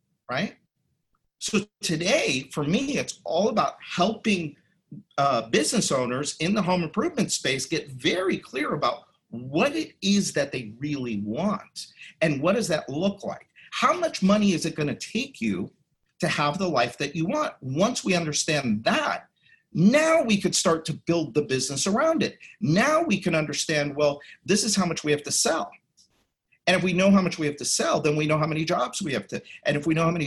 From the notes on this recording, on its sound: you’ll hear the audio from a special online event